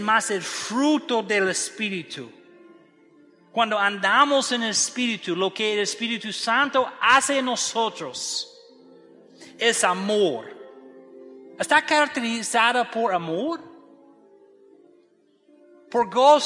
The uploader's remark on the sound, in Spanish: desde el auditorio de la Iglesia Bautista Evangélica de Macoris (IBEM) San Pedro de Macoris, República Dominicana.